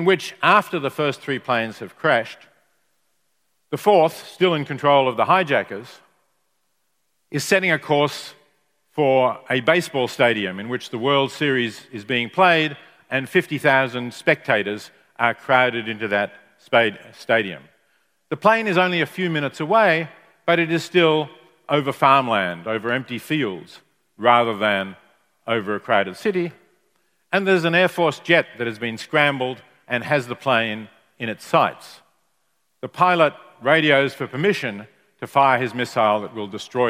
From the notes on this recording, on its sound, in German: Live-Keynote von der Morals & Machines 2019